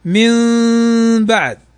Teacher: من بعد نون بعدها الباء، هنا إقلاب، تقلب النون ميما · Term: الإقلاب